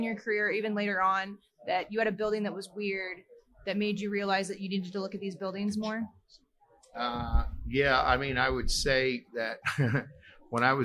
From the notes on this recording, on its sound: Live at FDIC.